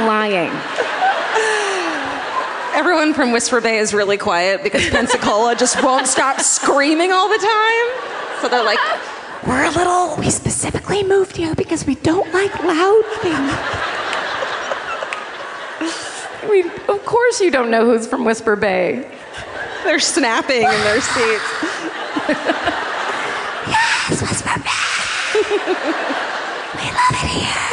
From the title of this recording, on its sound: Live at the Hard Rock in Orlando